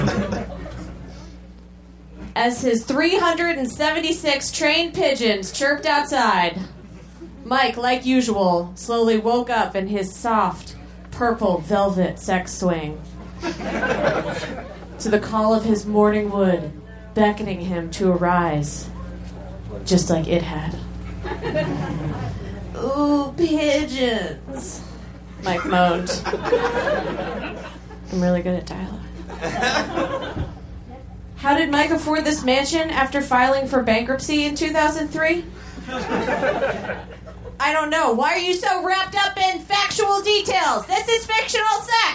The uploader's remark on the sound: Recorded Live at Union Hall in Brooklyn, March 21, 2015.